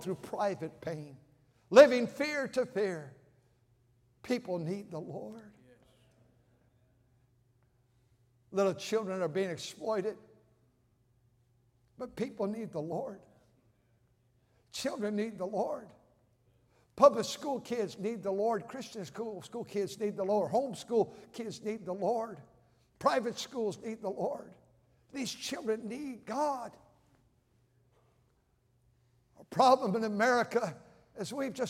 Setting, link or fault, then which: setting, large echoing room